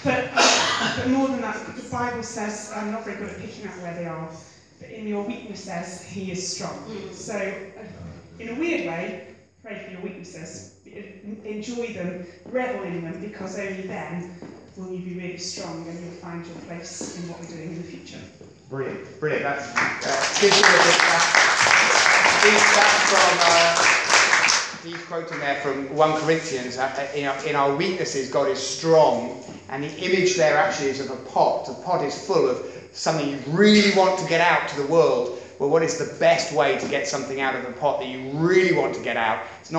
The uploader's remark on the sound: Recorded at Beacon Church 8th Jan 2017